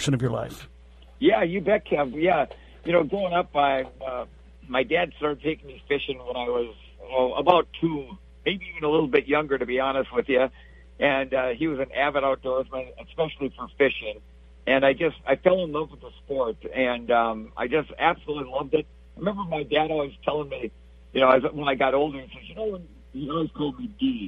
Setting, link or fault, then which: link, phone line